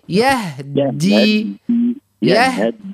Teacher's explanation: الهاء تعطيها الرخاوة متاعها في السكون، صحيتك، وتعملها ساكنة.